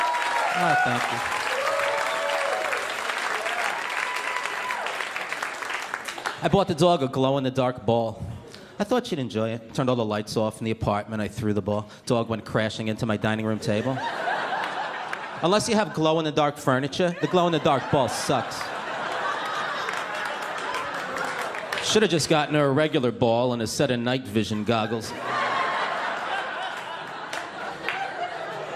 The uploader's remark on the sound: New York's Finest Stand Up Comedy Gotham Comedy Live